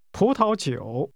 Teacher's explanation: It's pronounced with two rising tones, followed by a falling rising tone.